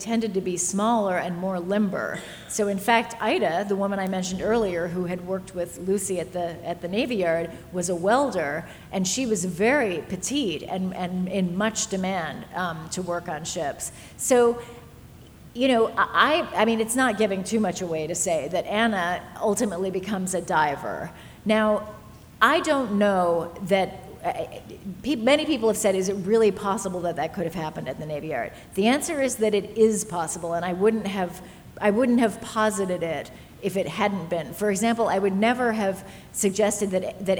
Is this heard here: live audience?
yes